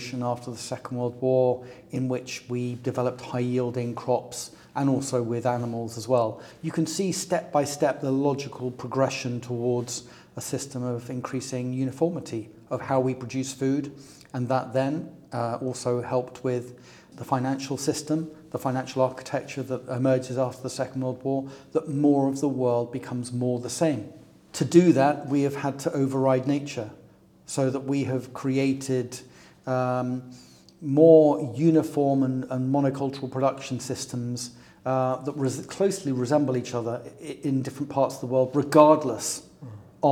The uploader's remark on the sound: This episode was recorded at IMMA during the Earth Rising Festival 2023